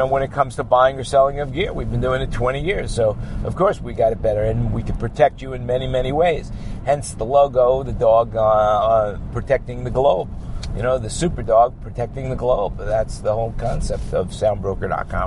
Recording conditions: inside a vehicle